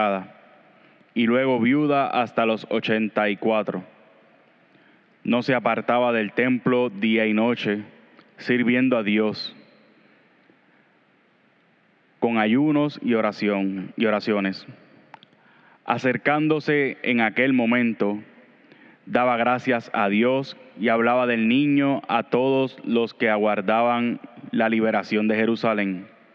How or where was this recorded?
large echoing room